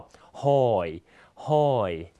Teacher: เสียงต่ำขึ้นนะฮะจะมีเสียงอ่านขึ้นและตกลงนะครับเสียงอ่านจะมีเสียงโค้งตามรูปวรรณยุกต์นะฮะ · Term: วรรณยุกต์หอย